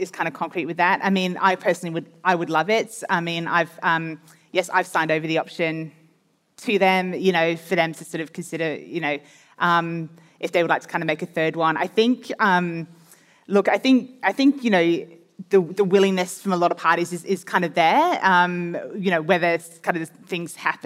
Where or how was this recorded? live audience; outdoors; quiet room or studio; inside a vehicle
live audience